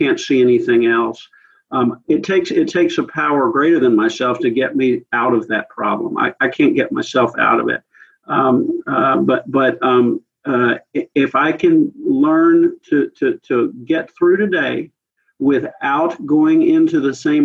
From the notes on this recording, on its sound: The weekly zoom speaker meeting hosted by the Barcelona fellowship.